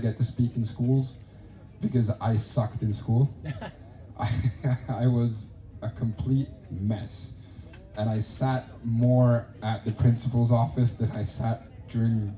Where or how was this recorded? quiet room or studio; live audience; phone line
live audience